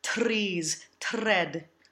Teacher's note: We don't want to roll these R's